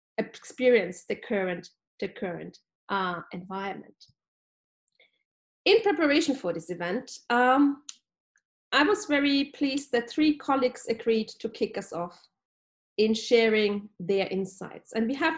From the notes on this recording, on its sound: This podcast is a recording of the NORTIA webinar